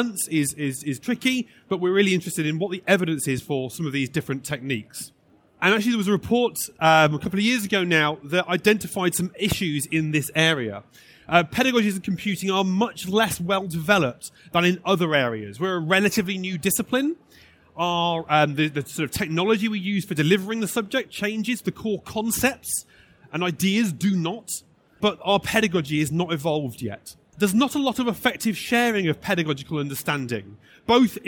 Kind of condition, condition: setting, busy venue